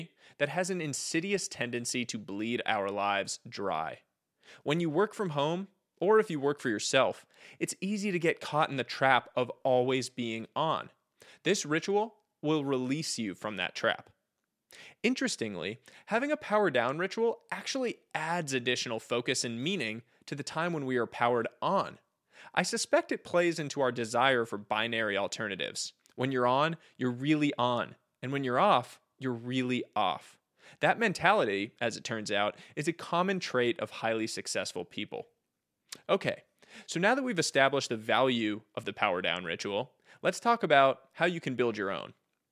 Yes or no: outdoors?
no